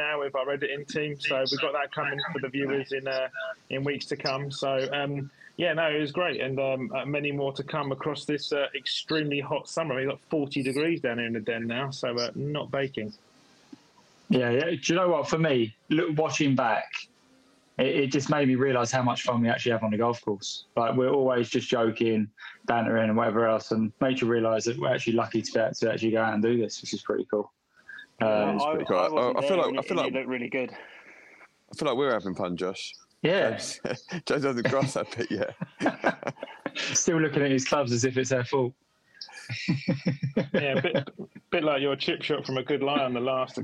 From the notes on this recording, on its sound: Due to cast members being at St Andrew’s this was not recorded in our normal studio. Apologies for any reduced audio quality.